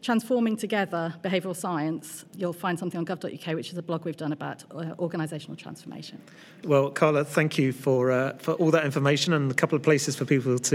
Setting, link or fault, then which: setting, busy venue